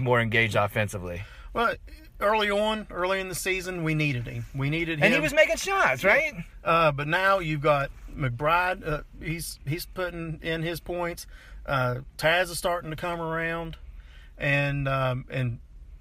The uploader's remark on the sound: Joins me in my car. Live from Primanti Bros. in Morgantown, WV.